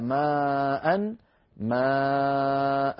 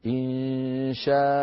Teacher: تقف العرب على ماء ماء بألف بعد الهمزة، ولكنهم لا يكتبونها لأنهم لا يجمعون في الخط بين ألفين متجاورتين، وكذلك يقفون على كل ما شابه ذلك، نحو إنشاء يقفون عليها إنشاء، هكذا ولو لم تكتب الألف في الخط. · Term: مد العوض